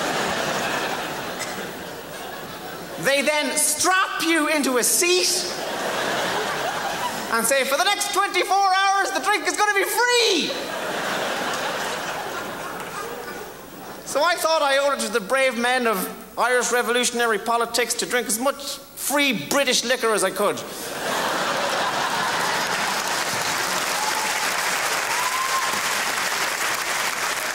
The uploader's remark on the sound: Unleashes his high energy brand of comedy at the 2000 Just for Laughs Festival in Montreal.